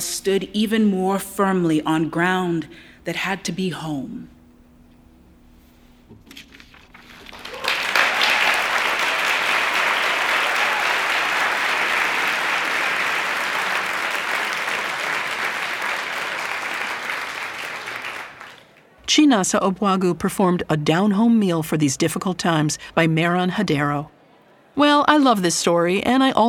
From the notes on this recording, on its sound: a live Selected Shorts event